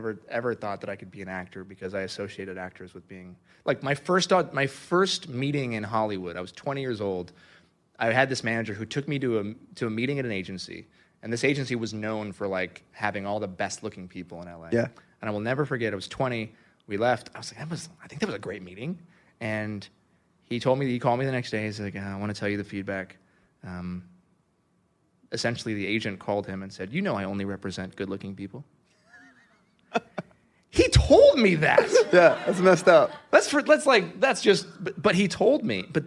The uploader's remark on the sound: LIVE taping. The historic stage at The Hotel Café in front of a live audience.